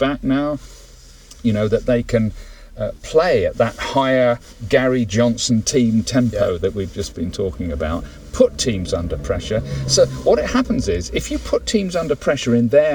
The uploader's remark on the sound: Is joined in the car, parked in Marnham Road. Talking in the Gary Johnson Suit at Plainmoor. Two old men sitting in a car in Marnham Road talking about football.